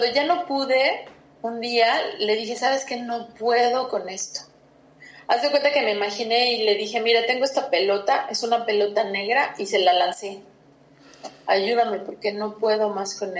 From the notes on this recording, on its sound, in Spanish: Hicimos este podcast por video llamada, por eso el sonido no es claro. Ella está en Suiza.